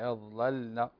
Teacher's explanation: ننطق اللام الأولى المفتوحة لا وبعدها اللام الساكنة